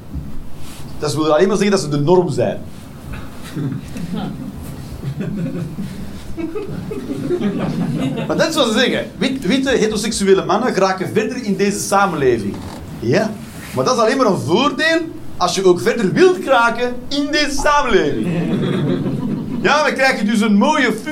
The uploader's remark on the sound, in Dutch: Live 29 maart 2023, Club Haug, Rotterdam